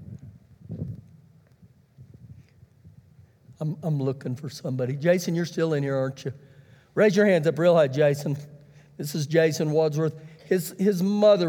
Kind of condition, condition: setting, large echoing room